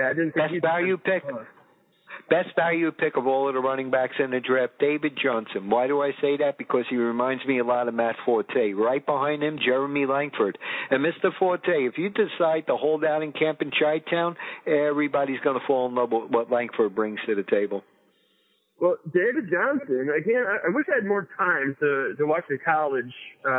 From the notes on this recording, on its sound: On the telephone. He doesn't have a computer or cell phone. Analog at it's finest.